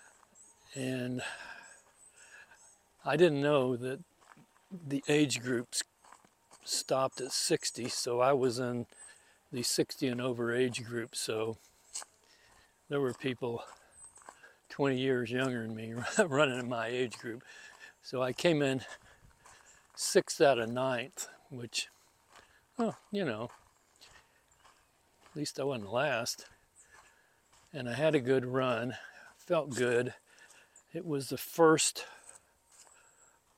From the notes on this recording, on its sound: This episode was recorded using the Hindenburg Field Recorder app on an iPhone 14 and edited and produced using Hindenburg Lite on an Apple Mac Mini.